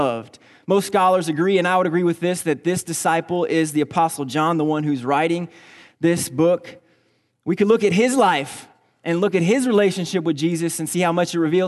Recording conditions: large echoing room